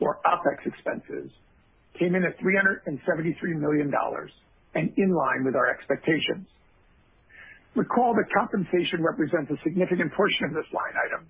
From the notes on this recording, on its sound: Q3 2020 Results Conference Call